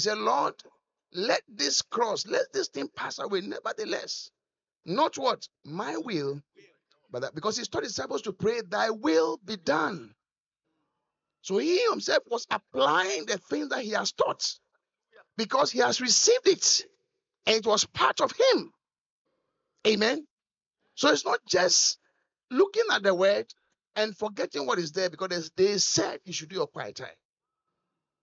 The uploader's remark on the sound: Encounter Service. Preached at The Qodesh.